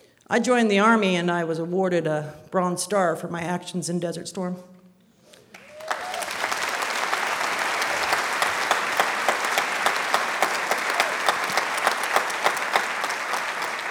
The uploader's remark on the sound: A special live edition of The Moth, brought to you from the Victoria Theater in Dayton, Ohio.